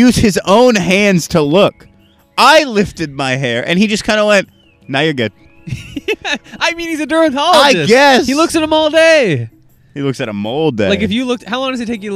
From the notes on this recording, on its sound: Outside enjoying nature in the early hours of the morn!